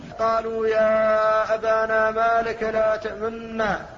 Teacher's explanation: فقد أشممت النون الساكنة شيئا من صوت الضمة، إذا سمعه الإنسان عرف أنه صوت مختلط بين الإشمام بين الضم والسكون، فهذا الإشمام الثالث. · Term: إشمام السكون صوت الضم